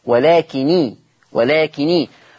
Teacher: ان ورش عن نافع حفص كان مشدد النون خلاص ومفتوحة خلاص ورش خفف النون ما بقتش مشددة فبقت مكسورة لالتقاء الساكنين